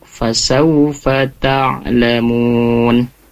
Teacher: Kemudian fasaufa, fa yang keduanya itu tidak panjang Ibu ya, tapi pendek, fasaufa ta'lamun.